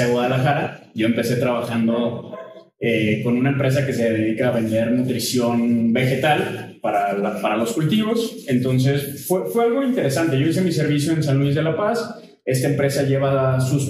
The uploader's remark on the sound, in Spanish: A partir del minuto 5:42 el audio se escucha bien. Una disculpa tuvimos problemas con el equipo de grabación al principio.